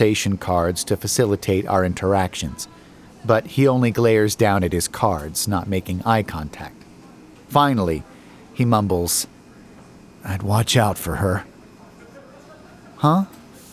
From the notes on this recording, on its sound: Broadcasting live from a seemingly innocuous coffee shop